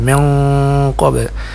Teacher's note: Panjangnya 4 harakat. Jadi bunyinya antara nun sukun dengan huruf qaf yang ditemuinya, tapi suara kita atau bunyi suara kita itu agak condong ke huruf qaf besarnya. · Term: ikhfa